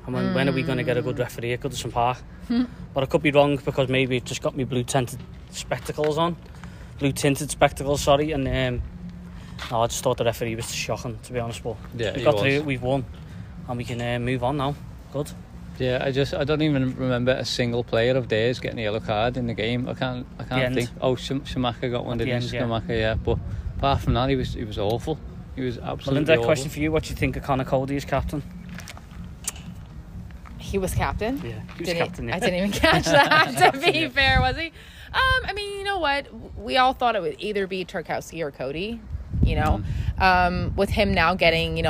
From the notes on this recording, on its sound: Immediate thoughts outside Goodison Park.